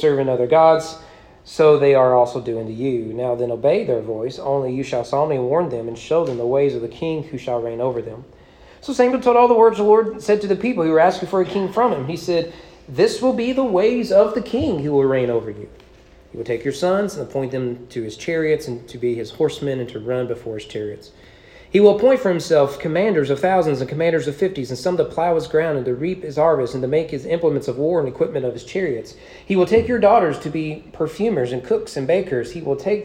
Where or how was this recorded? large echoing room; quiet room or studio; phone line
large echoing room